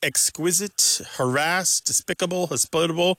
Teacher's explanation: they're all moving that pronunciation, that stress in the pronunciation, to the second syllable